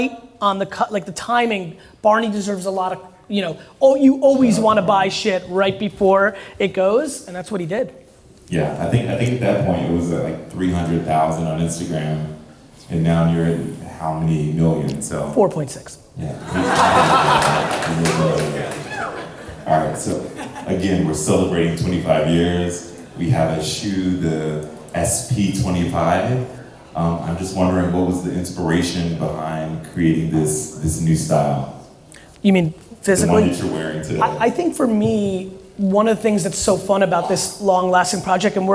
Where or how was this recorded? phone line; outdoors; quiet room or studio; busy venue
busy venue